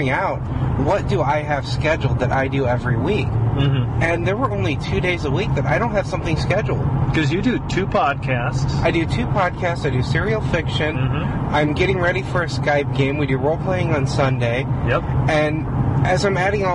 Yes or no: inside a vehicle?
yes